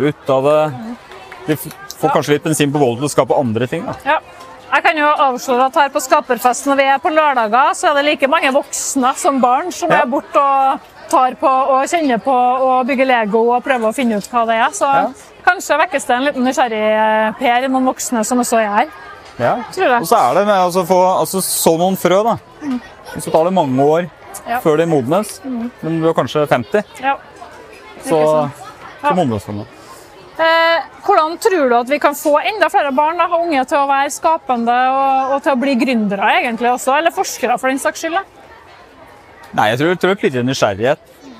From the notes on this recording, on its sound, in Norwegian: Nomono er en SINTEF-spinout og har utviklet et bærbart podcast-studio, som med sin utrolige lydteknologi har gjort det mulig å for eksempel spille inn en podcast direkte fra et bråkete telt under Trondheim Skaperfest. Trondheim Tech Ports InnovasjonsPodcast ble spilt inn under årets Trondheim Skaperfest , midt på torvet i teknologihovedstaden Trondheim. Podcasten er gjort mulig i samarbeid med Nomono , som lånte oss sitt bærbare podcast-studio, fylt med splitter ny lydteknologi fra SINTEF .